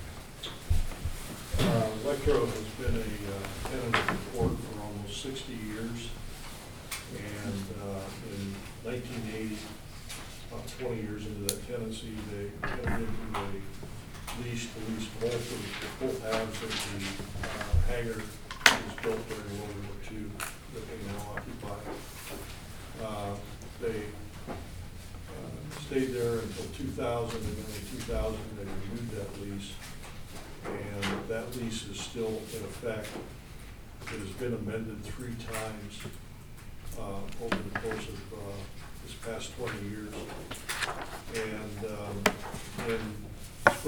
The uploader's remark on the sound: Live recording of the Port of Astoria Commission meeting, held at the Seaside Library Community Room